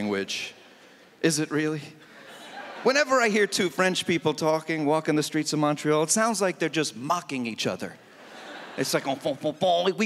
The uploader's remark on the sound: stand up from the Just For Laughs Festival in 2014